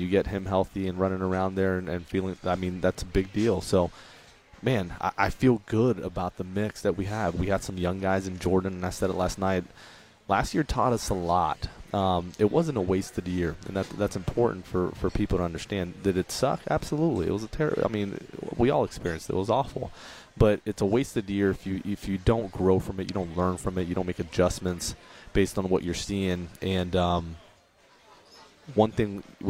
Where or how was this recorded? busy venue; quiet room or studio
busy venue